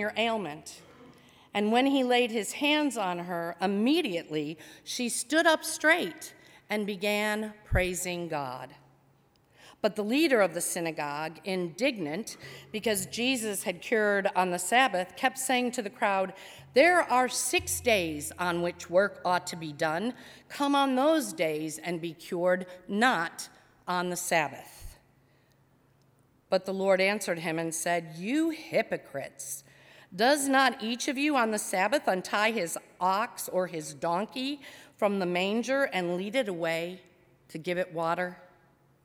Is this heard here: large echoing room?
yes